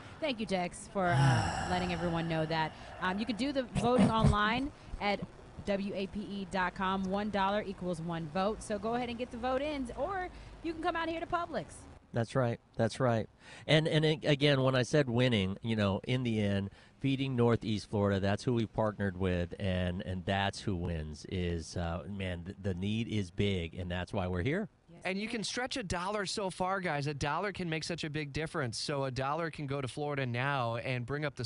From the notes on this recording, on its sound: As they are live at the Puiblix in the Windsor Commons Shopping Center at Hodges & Beach Blvd.